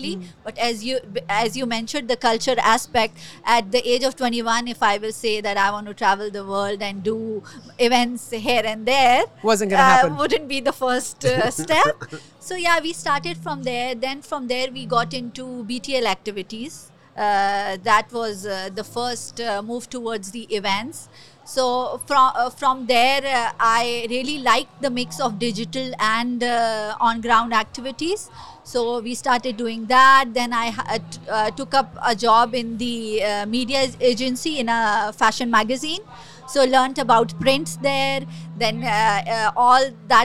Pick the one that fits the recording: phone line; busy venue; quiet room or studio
busy venue